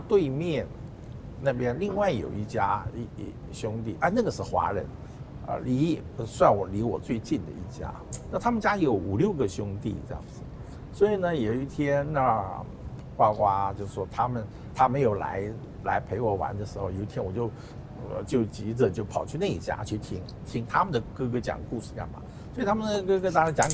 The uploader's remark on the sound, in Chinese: 本集於開放式場地錄音，難免受環境音干擾，還請包涵見諒。